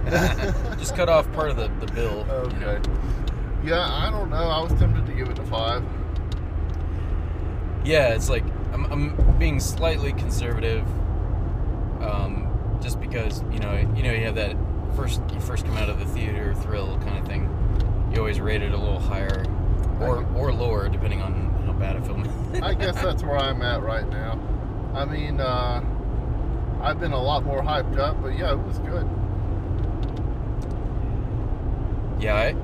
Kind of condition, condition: setting, inside a vehicle